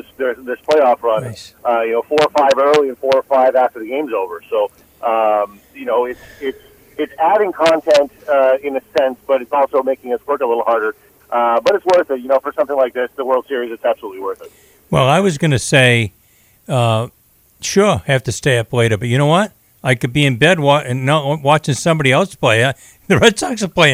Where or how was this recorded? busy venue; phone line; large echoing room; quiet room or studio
phone line